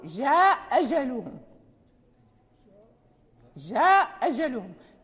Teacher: في الهمزتين المفتوحتين في كلمتين عند قالون، فهو يسقط الهمزة الأولى، مثلا جاء أجلهم، يقرأ جاء أجلهم، جاء أجلهم، فيجوز جاء أجلهم، جاء أجلهم، يجوز القصر والمد.